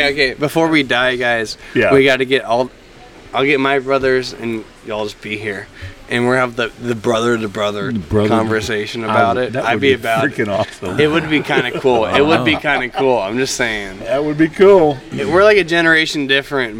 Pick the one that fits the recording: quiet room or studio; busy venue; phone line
busy venue